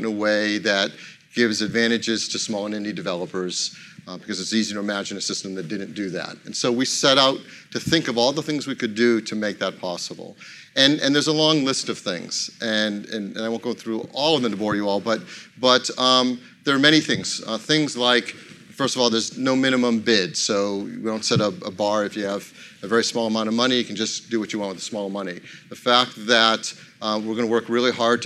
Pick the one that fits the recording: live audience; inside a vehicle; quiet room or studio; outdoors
live audience